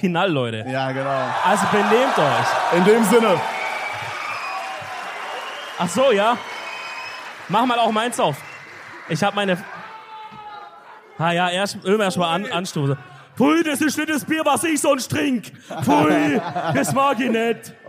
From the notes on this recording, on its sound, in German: München 2023. Zum letzten Mal sind wir heute live auf der Bühne und bringen unsere EDELTALK Tour 2023 zu einem würdigen Ende.